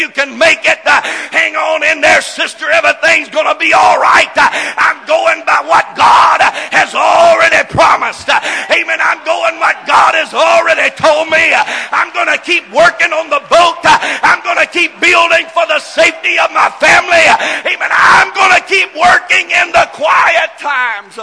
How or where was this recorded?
large echoing room